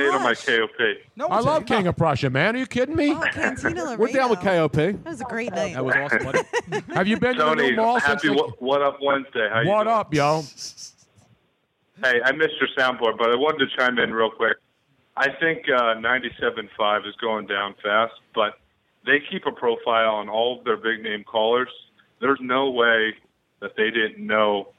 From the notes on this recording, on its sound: our phone lines were up and running full blast!